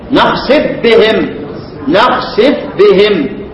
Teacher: ادغم ايه؟ الفاء في الباء